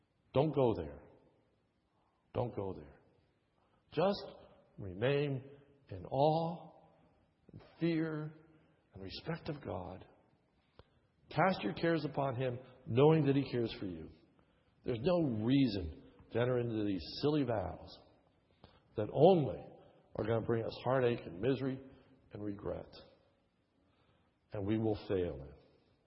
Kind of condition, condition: setting, large echoing room